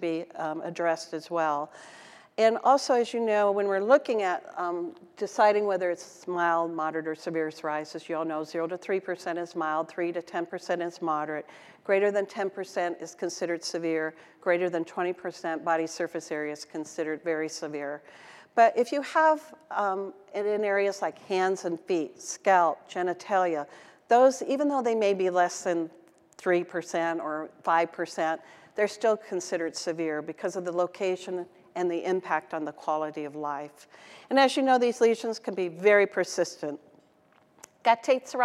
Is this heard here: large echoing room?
yes